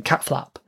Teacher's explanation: You cannot hear the T